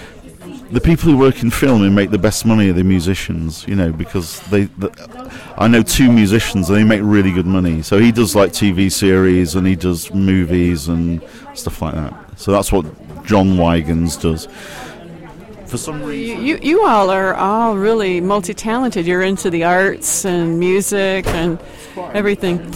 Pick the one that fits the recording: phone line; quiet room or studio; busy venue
busy venue